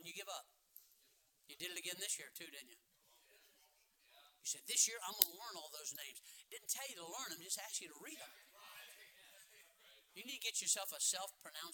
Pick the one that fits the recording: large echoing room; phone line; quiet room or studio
large echoing room